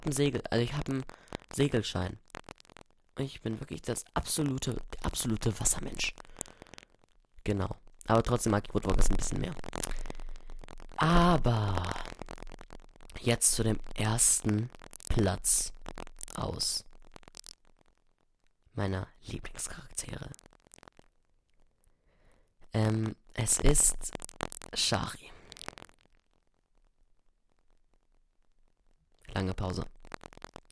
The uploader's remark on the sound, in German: sorry, dass die Aufnahme ein bisschen knistert